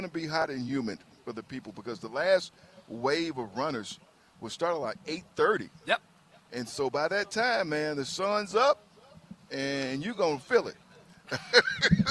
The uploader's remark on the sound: Live from the PeachTree Road Race